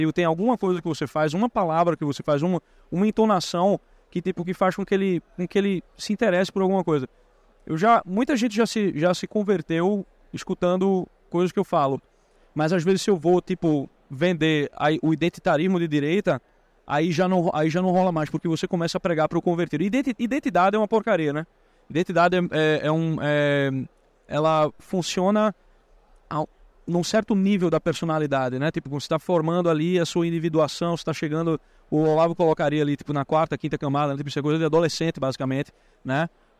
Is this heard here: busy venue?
yes